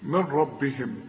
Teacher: شوف، وما أوتي النبيون من ربهم، عندي نون بعدها راء، وانت عارف ان النون السكنة اللي بدون تشكيل اللي يجي بعدها ره اسقطها من النطق